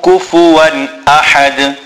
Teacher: the ha is a big ha which is pronounced from the center of the throat. And then we make qalqala on the dal at the end.